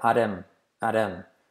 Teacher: la T se convierte en R suave. La I de him es una E y la H la saltamos. Por lo tanto, queda at him, at him.